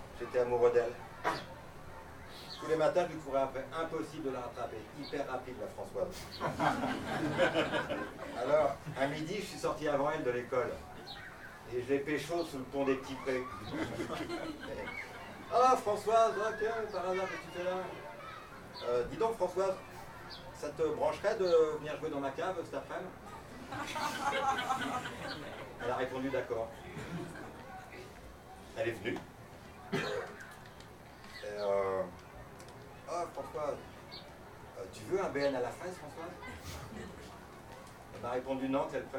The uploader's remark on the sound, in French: En direct de La Loge. Un studio d’enregistrement où pousse des fleurs artificielles à arroser chaque soir.